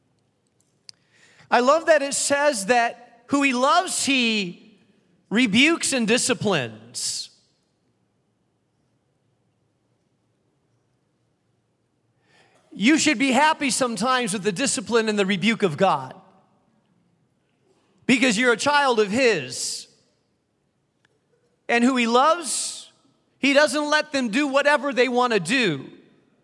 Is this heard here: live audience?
yes